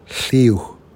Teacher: it is made by placing your tongue where the L is made and then just blow air through your mouth. This sounds more of a whispering sound. · Term: LH